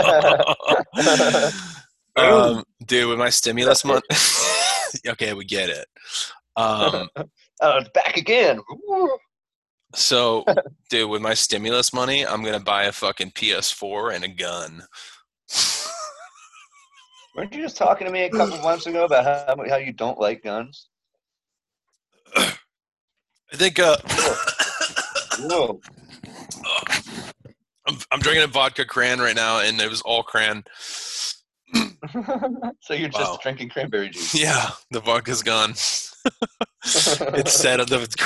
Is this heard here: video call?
yes